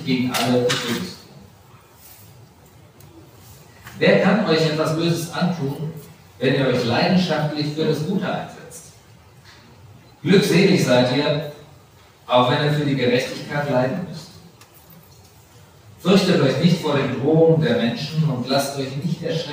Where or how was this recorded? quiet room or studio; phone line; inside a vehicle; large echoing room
large echoing room